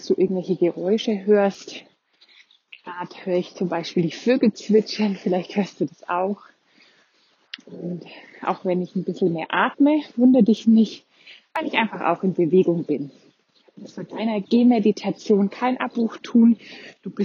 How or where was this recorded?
outdoors